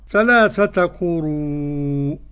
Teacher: ده مد متصل عارض للسكون